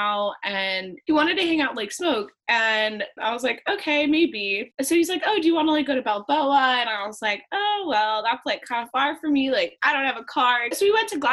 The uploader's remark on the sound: in this first-ever zoom-recorded episode